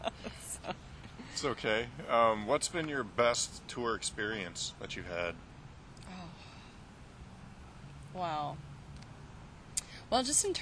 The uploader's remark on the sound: Outside The Galaxy Theater in Santa Ana. It was the last interview he did at that venue before they closed it down recently to turn it into a night club.